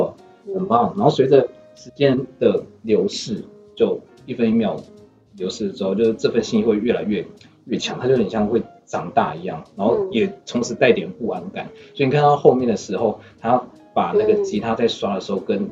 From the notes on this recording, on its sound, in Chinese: 本集內容因技術問題，音質不如預期